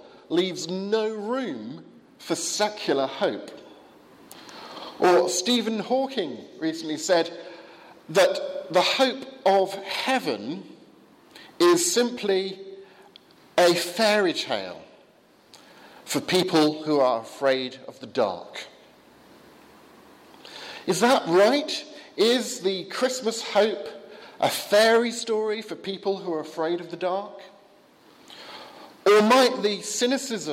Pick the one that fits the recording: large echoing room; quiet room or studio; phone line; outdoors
large echoing room